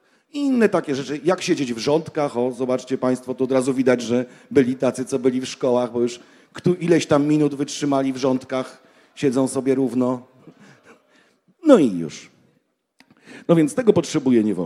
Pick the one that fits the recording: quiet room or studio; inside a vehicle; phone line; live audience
live audience